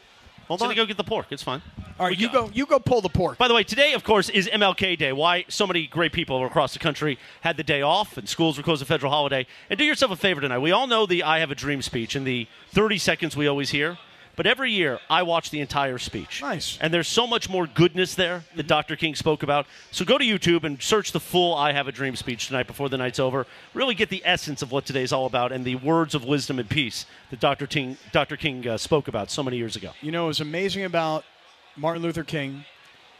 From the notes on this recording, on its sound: Live from Yaamava.